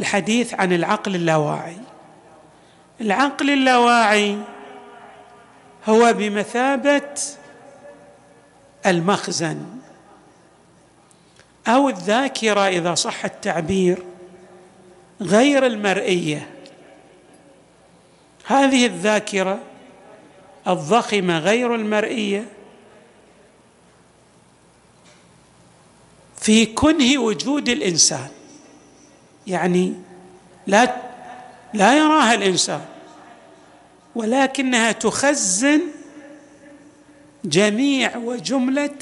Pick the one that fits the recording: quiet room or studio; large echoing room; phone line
large echoing room